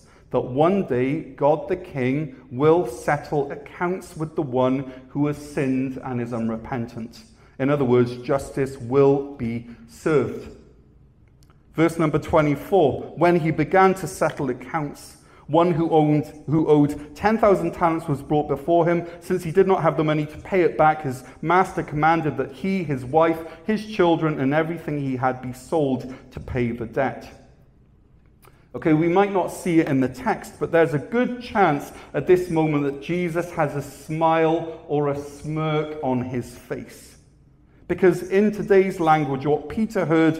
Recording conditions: large echoing room